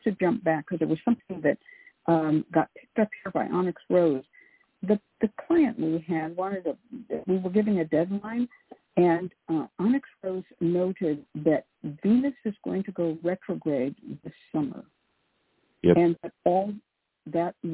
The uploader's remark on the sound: A real, live call-in show where the general public gets a chance to ask about actual problems.